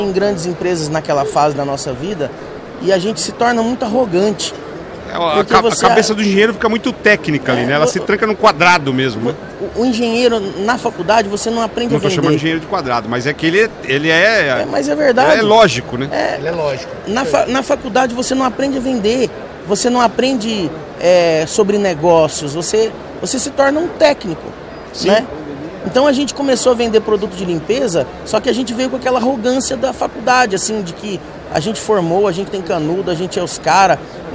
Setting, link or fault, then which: setting, busy venue